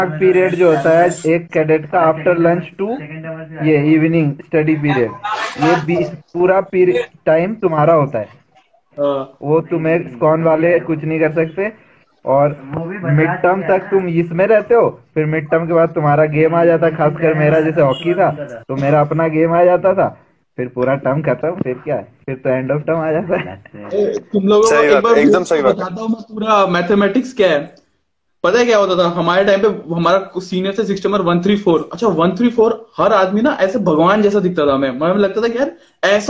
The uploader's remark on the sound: This was part of Insta Live.